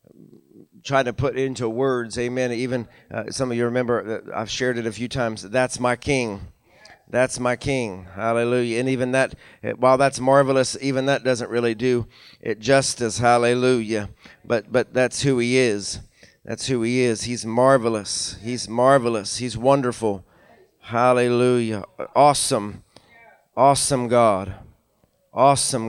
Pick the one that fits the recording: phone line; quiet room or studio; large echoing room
large echoing room